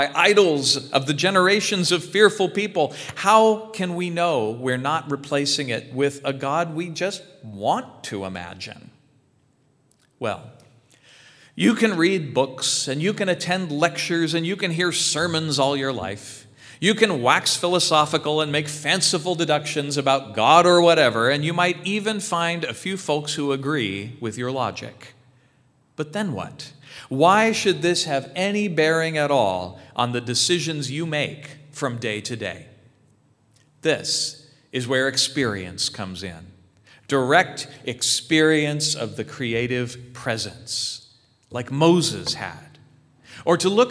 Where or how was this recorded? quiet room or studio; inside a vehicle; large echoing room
large echoing room